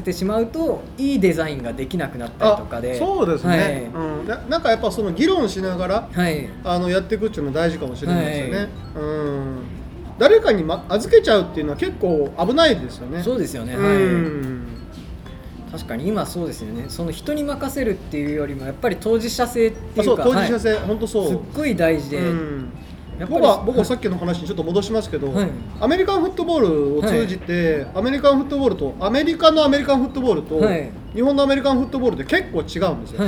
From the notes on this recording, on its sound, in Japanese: 滋賀県長浜市、JR長浜駅前に新しくできた「長浜カイコー」。このエピソードは、長浜カイコーにて開催されたグッドデザイン賞受賞作の展示イベント「長浜デザイン今昔物語」のオープニングトークとして公開収録されたものです。